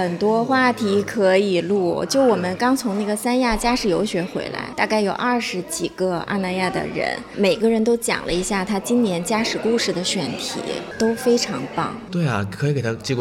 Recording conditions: busy venue